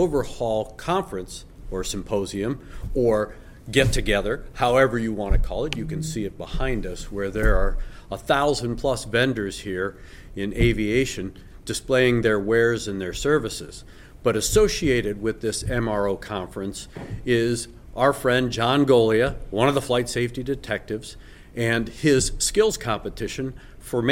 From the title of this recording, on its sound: Live! from the 2023 Aerospace Maintenance Competition